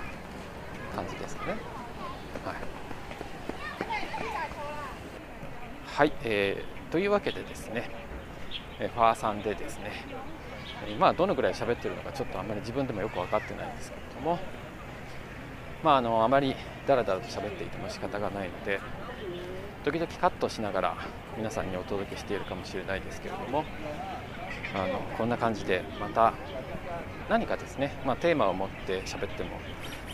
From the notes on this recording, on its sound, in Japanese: 華山1914文化創意産業園区の公園内にて歩きながらの収録。